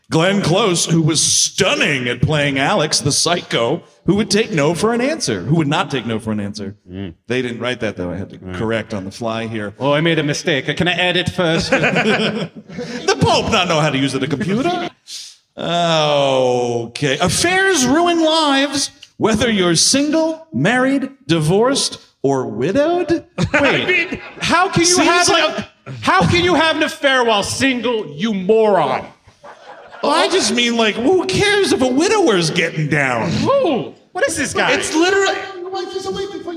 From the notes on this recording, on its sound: Live in SLC. At Wiseguys in Salt Lake City, UT.